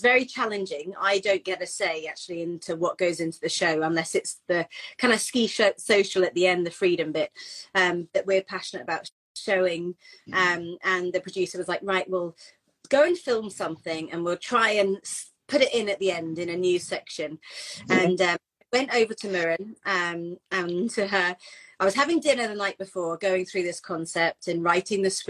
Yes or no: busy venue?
no